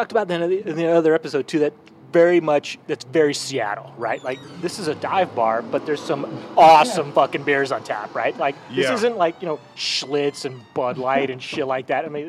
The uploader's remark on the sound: Recorded live at Blue Moon bar in the University District. Blue Moon describes itself as Seattle's most infamous dive bar, and this historic tavern doesn't disappoint. You can hear the faint sound of customers being kicked out!